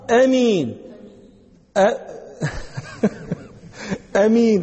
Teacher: أما القصر عند اللغويين فهو أمين أمين حتى تتكلموا على الهمزة، أمين يعني لا ألف هناك، إنما هي همزة قطع مفتوحة بعدها الميم مكسورة فقط